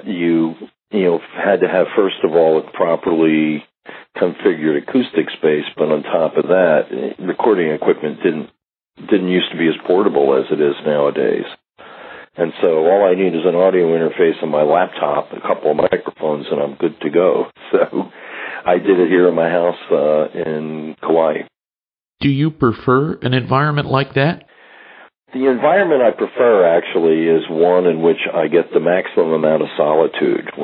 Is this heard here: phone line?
yes